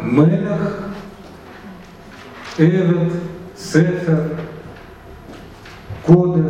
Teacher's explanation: Все эти существительные, видите, объясняют то, что они двусложные. Первый слог открытый, ударный, а второй закрытый, безударный · Term: сигалатные